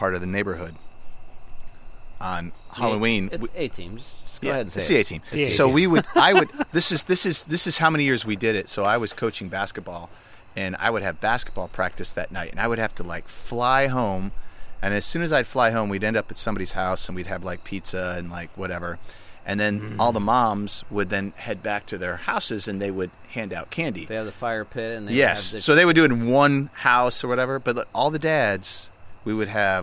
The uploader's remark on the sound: we're live from Maestro's patio